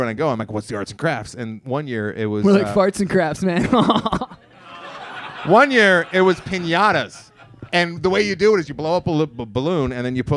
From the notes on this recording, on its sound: Live at the Improv. All in front of a live audience!